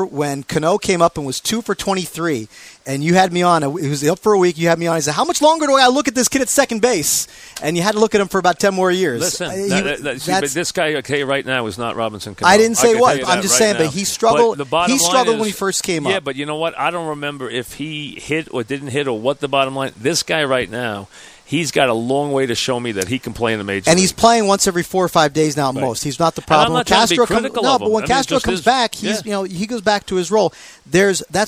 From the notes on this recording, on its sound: live from Citi Field